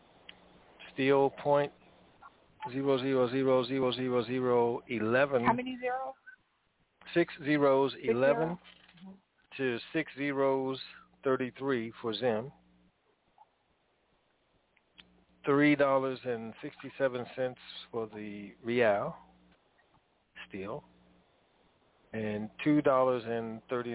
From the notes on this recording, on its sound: TNTSuperfantastic Conference Call